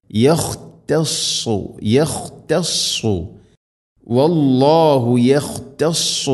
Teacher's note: Saad heavy ലെറ്ററാണ് അഥവാ നാവിൻ്റെ മധ്യഭാഗം അണ്ണാക്കിലേക്ക് ഉയർന്ന് നിൽക്കണം ഉച്ചരിക്കുമ്പോൾ